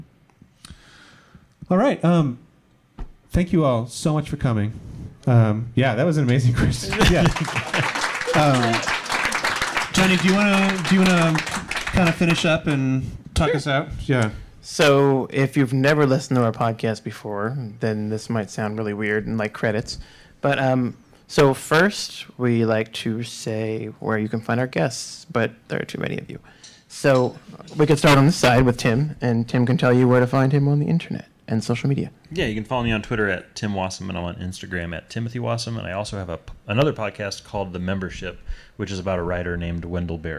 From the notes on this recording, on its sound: Live from the Baltimore Pen Show. Record an episode in front of a live studio audience at the Baltimore Pen Show. Since we were recording in front of an audience at a pen show.